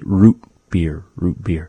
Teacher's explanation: we have this glottal stop in the word root beer, in that we don't actually say the T sound. We don't really pronounce it as T.